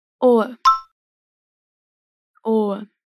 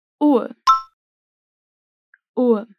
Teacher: Por isso dizemos que o R está após vogais longas em oa e ua. O R aqui vai soar como um A suave. · Term: R vocálico